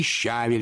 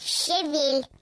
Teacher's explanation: «Извините, но вы опять неправильно говорите. В моем словаре указано, что ударение надо ставить на второй слог. · Shown in: second take